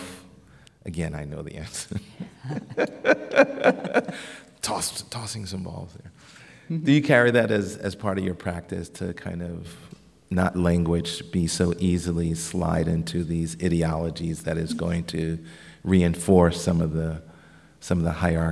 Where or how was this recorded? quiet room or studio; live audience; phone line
live audience